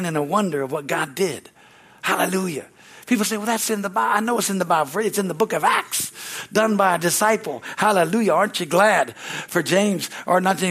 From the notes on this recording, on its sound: from the Wednesday service on July 19, 2023 at Harvest Bible Church in Stockton, CA.